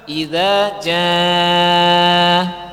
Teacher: Lihat, idza jaa, antum tutup ininya, jaa. Tapi kalau antum baca idza jaa, ada dengung, salah.